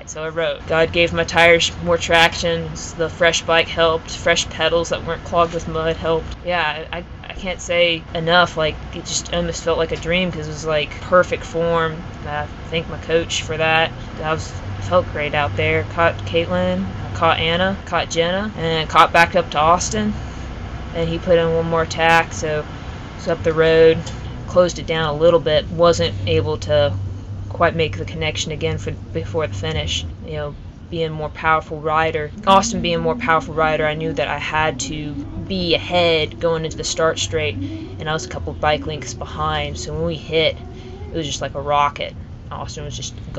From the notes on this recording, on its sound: This episode was recorded at Nationals and we were unable to get a soundproof space. There are extra sounds of horns, cheering, and chatter. During the weekend of Cyclocross National Championships in Hartford, Connecticut.